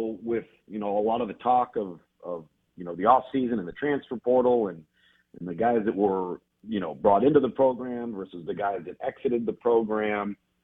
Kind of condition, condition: link, phone line